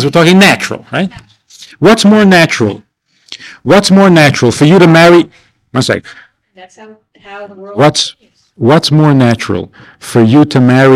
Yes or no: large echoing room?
yes